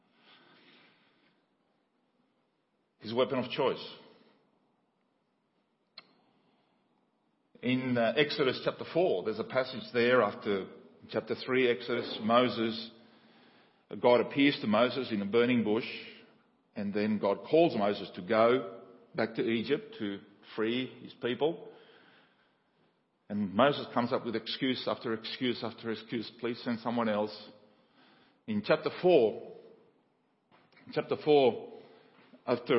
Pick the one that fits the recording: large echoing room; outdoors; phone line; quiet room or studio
large echoing room